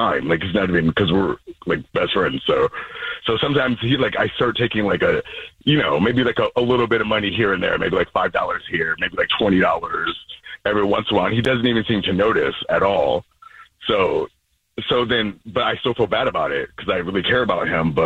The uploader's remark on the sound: There's a man on the phone